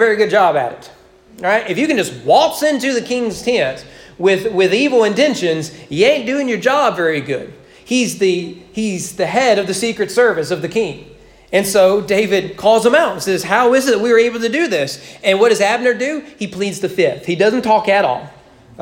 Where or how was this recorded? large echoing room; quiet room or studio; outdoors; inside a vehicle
large echoing room